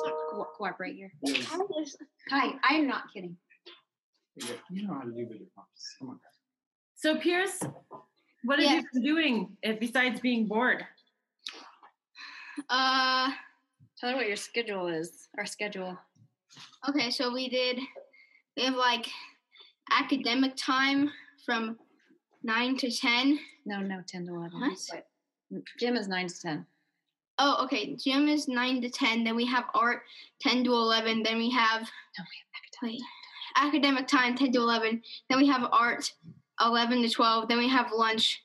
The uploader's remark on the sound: on Zoom